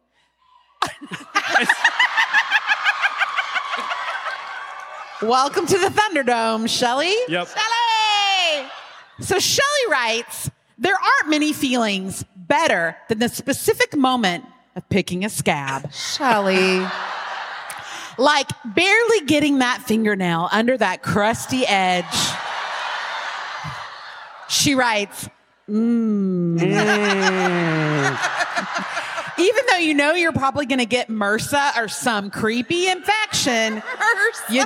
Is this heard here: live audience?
yes